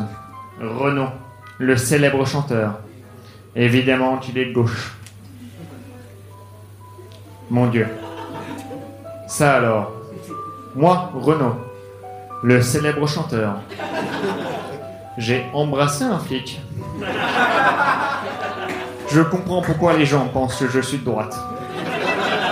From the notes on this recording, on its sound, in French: Enregistré en direct et en public à la Soirée Froussin au One More.